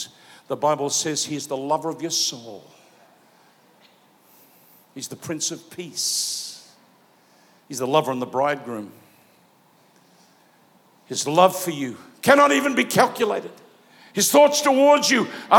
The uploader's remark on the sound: Preached live at Planetshakers Melbourne